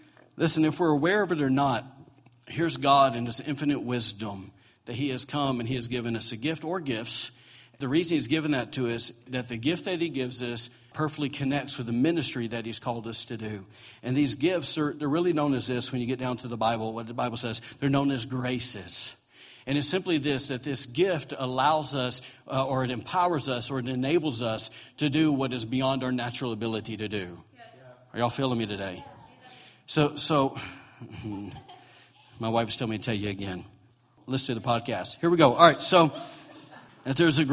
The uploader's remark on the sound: recorded on Sunday, November 19, 2017, during morning service at Celebration Life Family Church